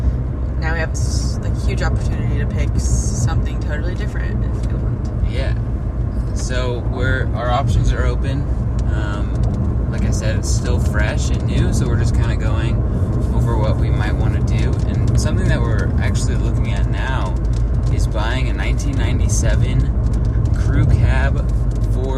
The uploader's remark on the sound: Recording on a rainy day drive in huntsville utah. Our van blew up.